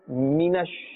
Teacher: That meem is from the dry part of the lips. This is where it must be pronounced from.